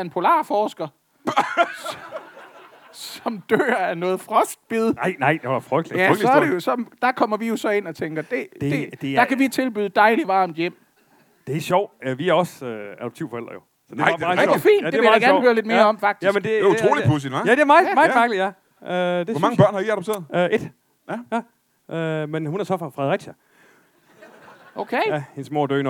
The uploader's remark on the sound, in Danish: LIVE fra Randers